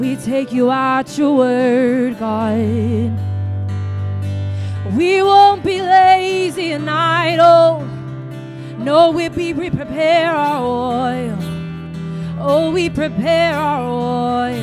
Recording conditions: live audience